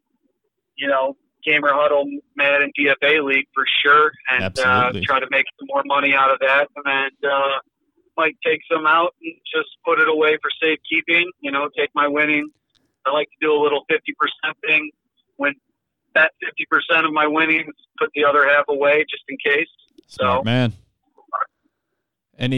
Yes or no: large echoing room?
no